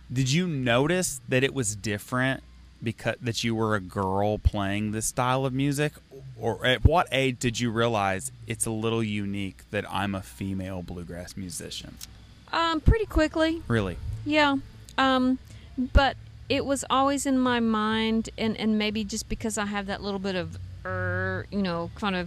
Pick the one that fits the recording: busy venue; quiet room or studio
busy venue